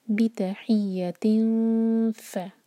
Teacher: بتحیتن، یا پر شدہ تو یا اسٹرانگ، اور اس کے بعد تا مربوطہ پر جو ہے کسرہ کی تنوین سلائڈنگ، اس کے بعد ف، بتحیتن ف، اوپر کے دانت نیچے ہوٹ کے قریب